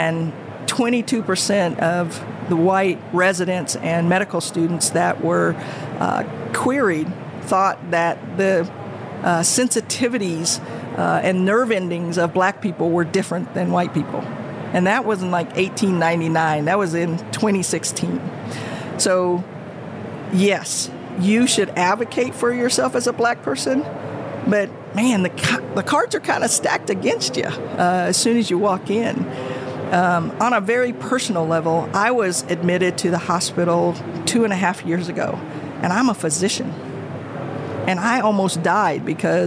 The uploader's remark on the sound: recorded at HLTH in Las Vegas